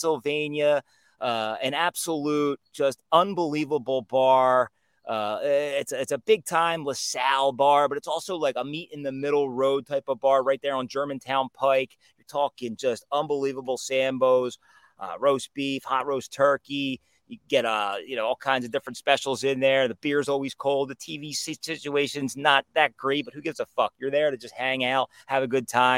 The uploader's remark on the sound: Coming to you live from outside